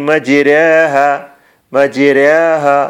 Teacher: അവിടെ കാണുന്നത് അലിഫാണ് കാഴ്ചയിൽ അലിഫാണെങ്കിലും ശബ്ദത്തിൽ അല്ലെങ്കിൽ ഉച്ചാരണത്തിൽ അത് പിന്നെ യാ അലിഫിൻ്റെയും യാഇൻ്റെയും ഇടയിലായിട്ടുള്ള ഒരു ഉച്ചാരണ രീതിയിലേക്ക് അത് മാറുന്നു